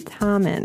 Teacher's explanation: Actually, the T in Chinese is not aspirated.